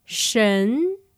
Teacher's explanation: You start out around the middle of your pitch range and you rise to the top. · Term: second tone